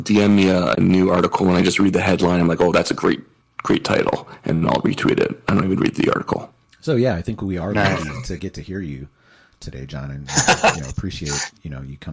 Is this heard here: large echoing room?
no